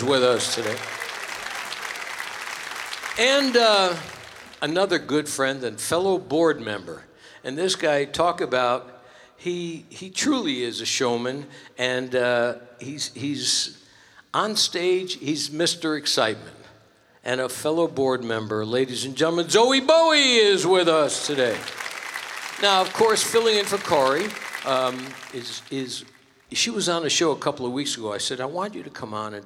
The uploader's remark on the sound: Live at the South Point Casino